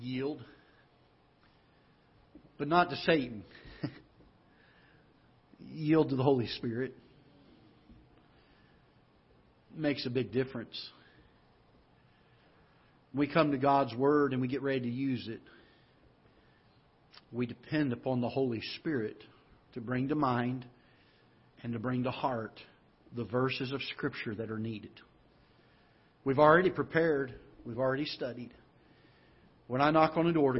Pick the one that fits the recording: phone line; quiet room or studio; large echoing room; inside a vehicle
large echoing room